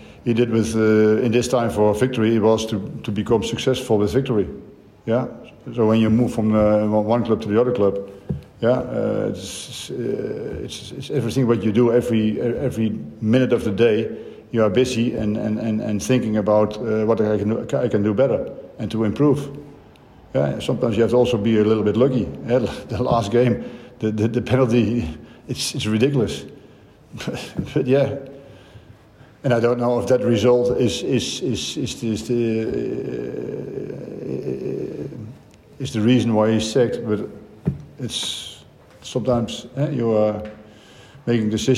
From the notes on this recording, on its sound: Hyundai A-League 2019/20 Round 15 | Pre-Match Press Conference.